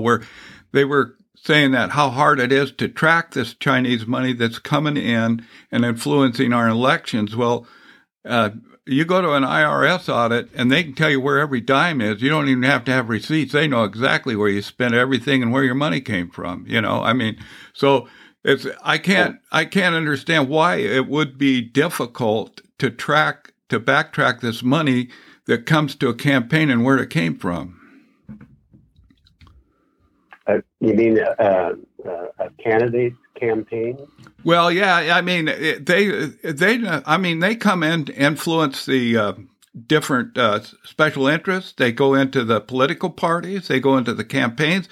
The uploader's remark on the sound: Weekly Call In Session